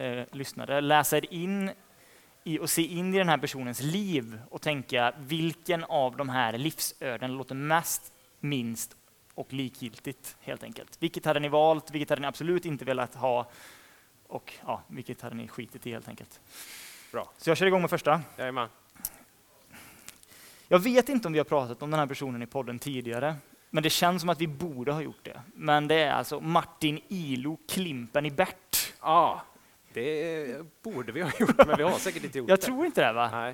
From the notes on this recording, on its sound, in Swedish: Livepodd med Gamlaste nytt. Men detta av god anledning då en livepodd har begåtts. Håll till godo med ljudet som inte är lika CRISP som vanligt.